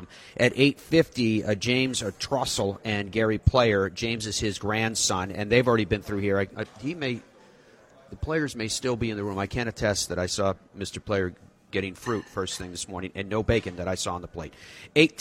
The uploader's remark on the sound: Broadcasts live from the PNC Father Son Challenge, an event packed with Hall of Famers.